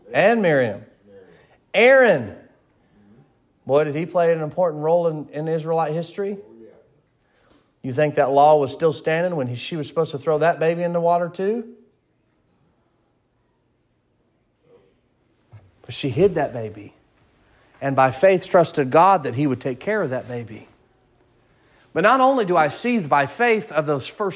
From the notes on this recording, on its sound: Sermon preached at Mid County Baptist Church